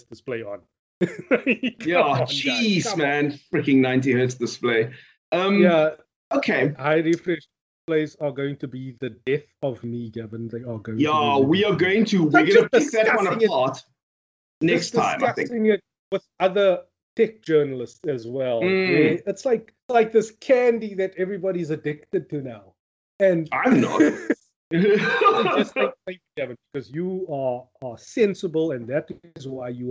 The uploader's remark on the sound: Recorded via Skype.